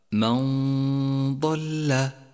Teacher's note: هذه الغنة مفخمة لأن حرف الضاد مفخم والغنة تتبع ما بعدها في الترقيق والتفخيم.